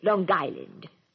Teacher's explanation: The NG runs into the next word. · Term: NG endings